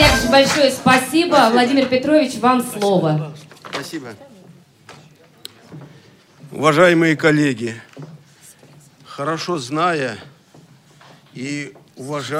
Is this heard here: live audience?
yes